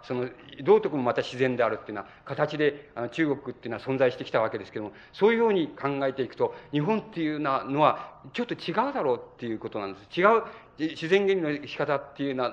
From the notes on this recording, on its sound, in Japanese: 場所：北九州市小倉・毎日会館ホール。北九州小倉にある書店、金榮堂の 創立65周年記念として行われた。暑いなか450名がかけつけた。音源は主催者提供。かなりクリア。